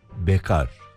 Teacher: Müzik terimi olan bekarın K sesi kalın, A sesi de kısa söyleniyor.